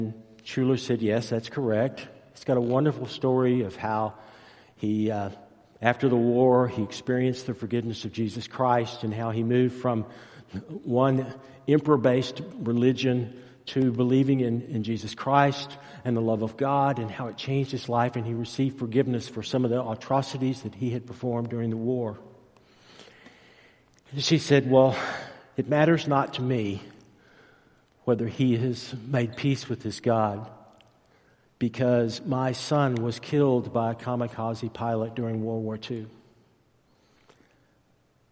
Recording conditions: large echoing room